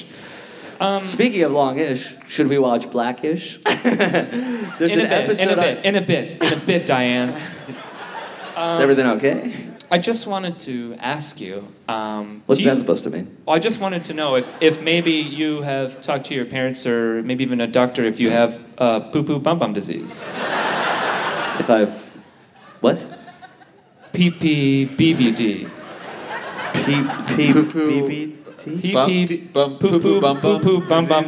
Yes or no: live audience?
yes